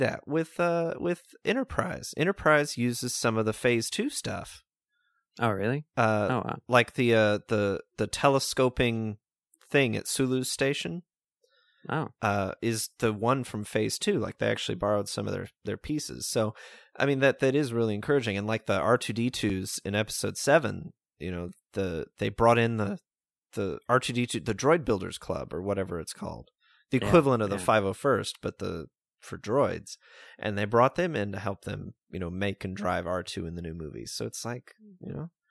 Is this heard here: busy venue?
no